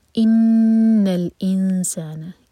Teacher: ان نون پر غنہ آگے لام سے کنیکٹ کریں گے. اس کے بعد انسان اگین اخفا.